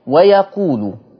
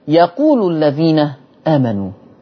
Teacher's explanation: الآية 53 ويقول الذين آمنوا حفص أثبت الواو و ويقول بينما ورش عن نافع حذفت الواو · Shown in: second take